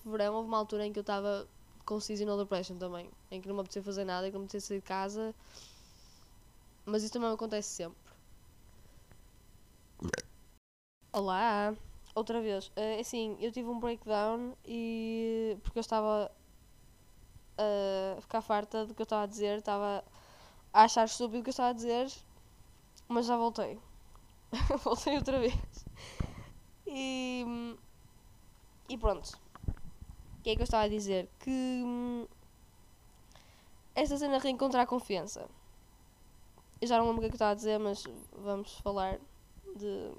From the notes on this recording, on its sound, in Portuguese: desculpem pelo áudio